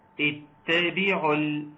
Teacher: ننتقل من العين المضمومة للام ونسقط الواو والألف